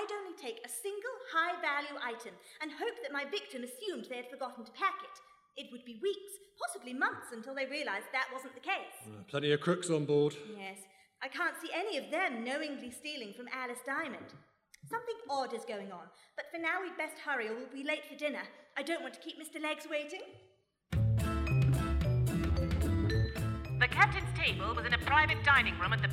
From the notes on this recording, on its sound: We return to the Wandsworth Arts Fringe with a radio play recorded in front of a live audience (hilarious sound effects included). Presented by Blackshaw Theatre.